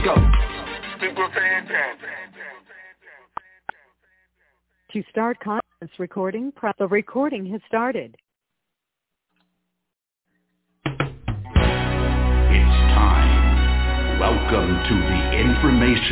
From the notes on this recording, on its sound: Conference Call